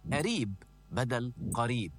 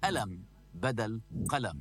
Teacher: وكثير طبيعي نسمع قلب حرف القاف إلى همزة، وهذا كثير موجود في فلسطين